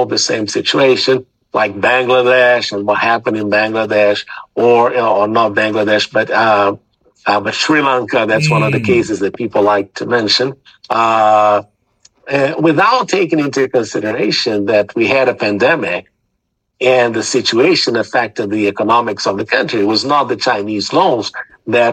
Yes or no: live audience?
no